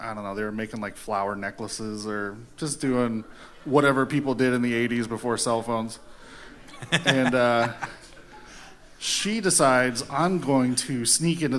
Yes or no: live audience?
yes